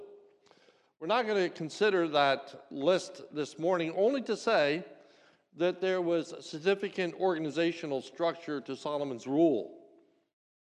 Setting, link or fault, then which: setting, large echoing room